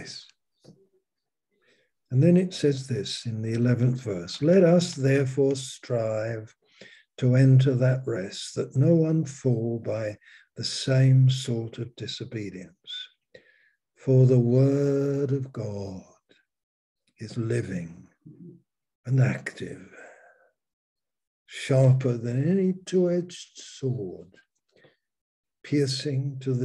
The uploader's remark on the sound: Malaysia Meets (Zoom)